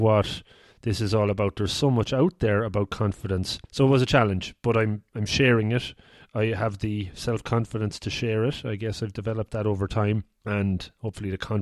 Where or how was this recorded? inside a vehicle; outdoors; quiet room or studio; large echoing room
quiet room or studio